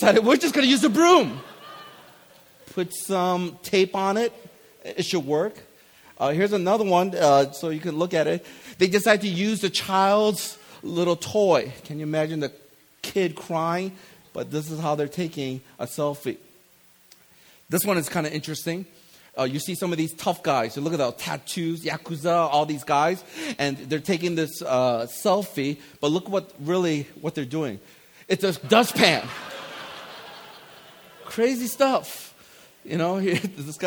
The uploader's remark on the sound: This is the Friday night message from the ReFOCUS Conference.